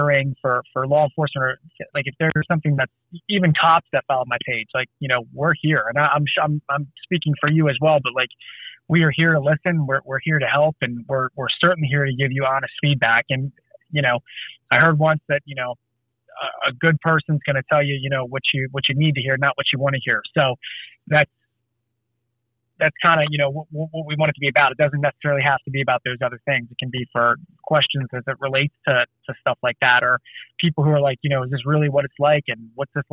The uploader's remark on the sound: I sit down via phone